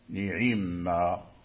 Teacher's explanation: فقرأوا نعيما، نعيما أي أشبعوا كسرة العين، نطقوا بها سليمة من غير اختلاس